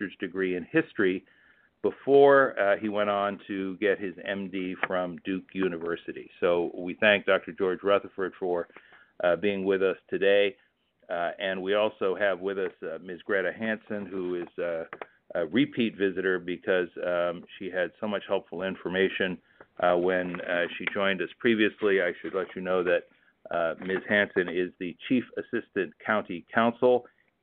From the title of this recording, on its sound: Telephone Town Hall - August 23